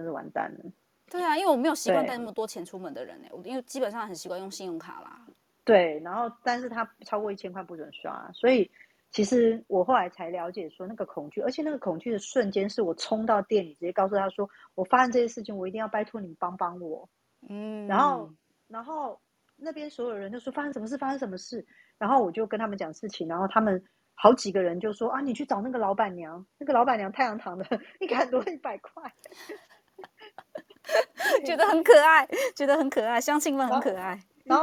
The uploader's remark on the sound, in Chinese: 此音檔是由club house直播中錄製的。故音質無法與專業麥克風及錄音室錄製比較。所有音檔都已盡最大能力去調整，讓聽眾的耳朵是舒服的。